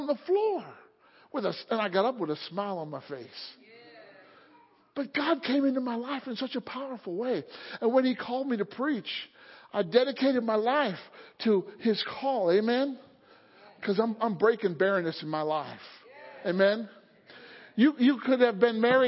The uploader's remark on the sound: Sunday Morning Service